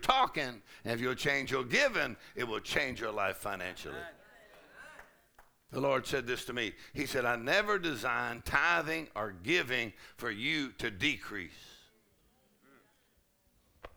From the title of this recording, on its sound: Faith and Fire Conference: Monday Night